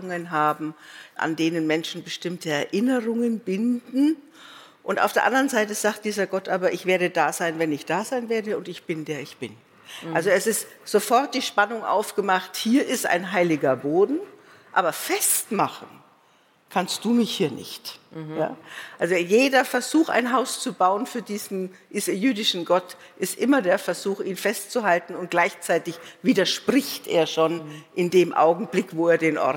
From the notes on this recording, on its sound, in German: vor dem Publikum unseres Podcast-Festivals